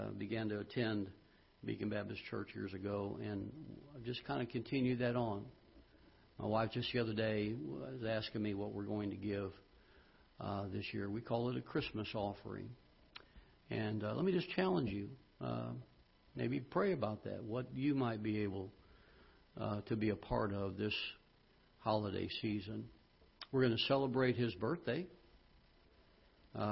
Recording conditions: large echoing room